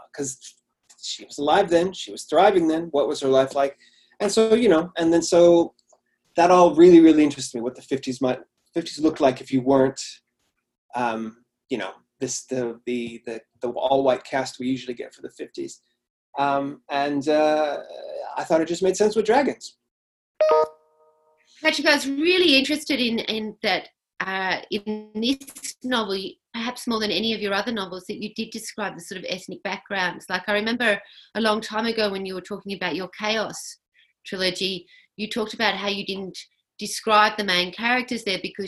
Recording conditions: video call